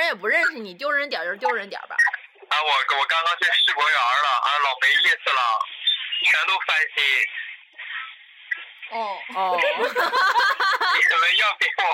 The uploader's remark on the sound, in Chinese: 电话连线